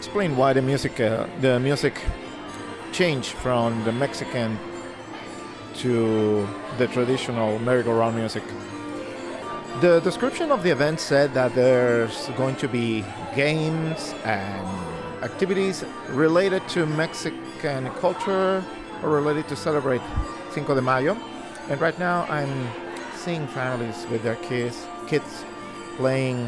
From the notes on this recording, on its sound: Recorded at the Holyoke Merry Go Round, during the celebration of Cinco de Mayo for Kids